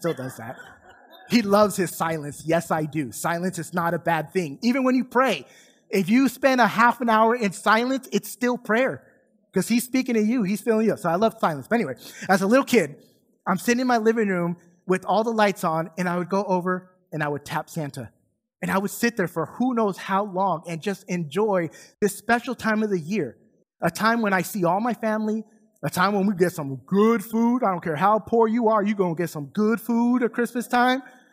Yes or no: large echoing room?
yes